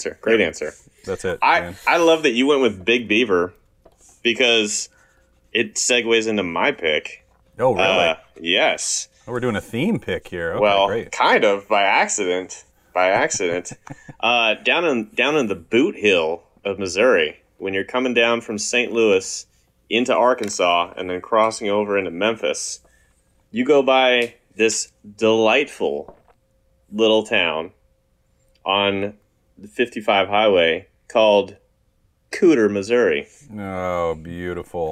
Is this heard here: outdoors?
no